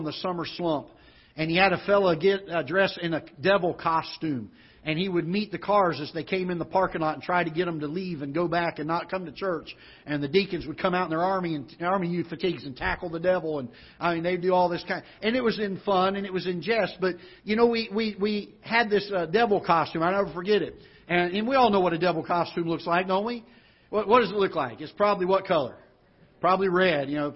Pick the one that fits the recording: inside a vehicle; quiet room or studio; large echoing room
large echoing room